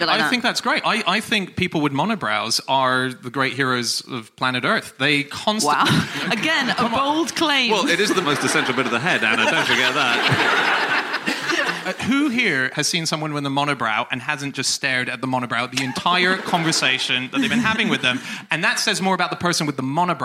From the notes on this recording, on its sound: Live from The North Wall Arts Centre in Oxford